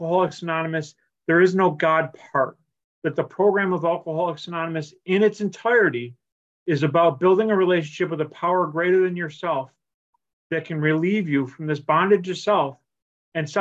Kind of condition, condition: link, video call